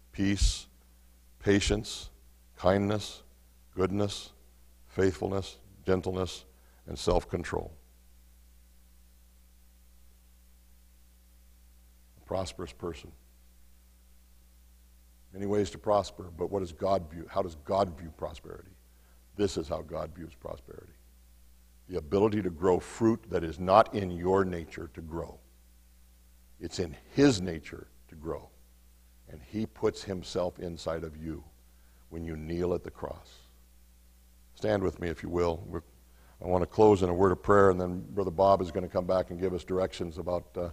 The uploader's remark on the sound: Mt. Zion Church Live!